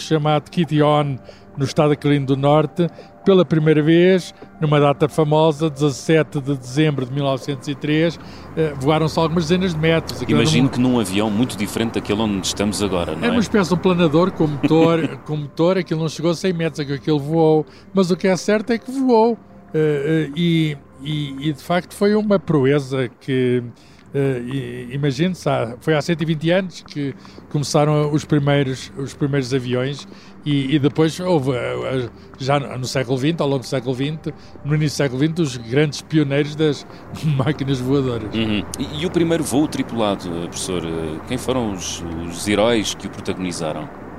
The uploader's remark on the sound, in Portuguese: Estamos no ar a 10 quilómetros do chão! Nada melhor que subir a bordo de um avião - e voar. O ciência pop desta semana foi gravado a 800 quilómetros de velocidade.